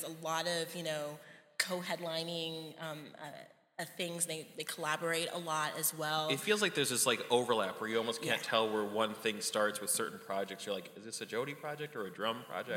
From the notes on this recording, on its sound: Recorded live at the Chicago Cultural Center as part of the City Of Chicago’s Creatives At Work Music Forum series.